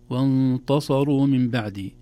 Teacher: لو لم ننتبه للتاء لخرجت وانتصروا من بعد، تصبح التاء قريبة من الطاء بسبب مجاورتها للصاد